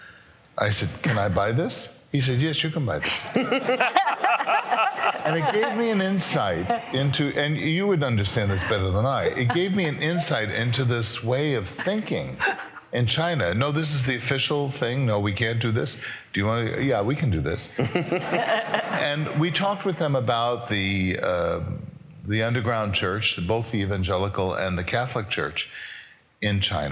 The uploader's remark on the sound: For this episode, we’re presenting the final evening plenary from Acton University 2022. This plenary was a panel discussion.